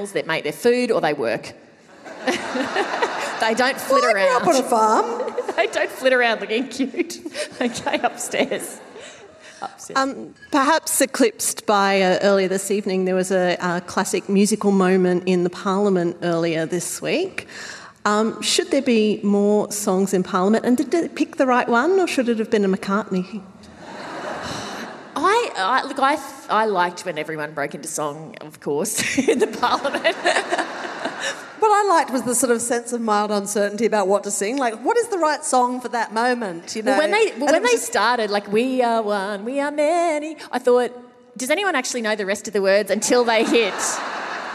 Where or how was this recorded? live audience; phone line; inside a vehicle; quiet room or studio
live audience